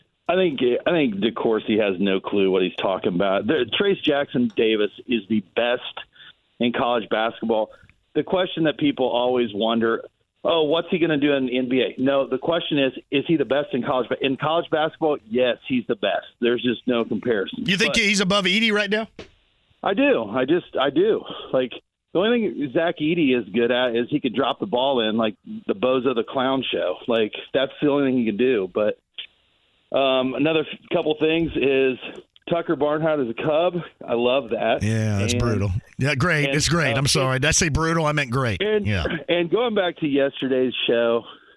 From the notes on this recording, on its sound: Opens the phone lines up and takes some questions from listeners. He also answers some questions from fans online, and through the phone lines.